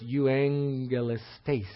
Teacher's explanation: The emphasis is on the last syllable there. · the double G like that is pronounced as an NG. So it's Euangelistes.